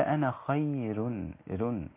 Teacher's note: الراء مرققة عند ورش إذا سبقها ياء مادية